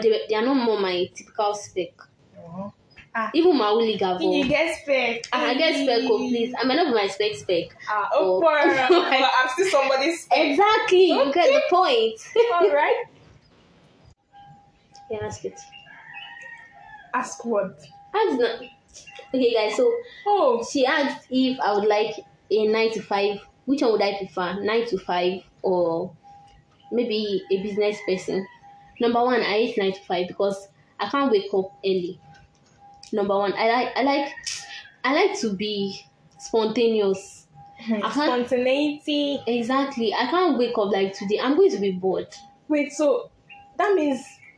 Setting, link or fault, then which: fault, sounds in the background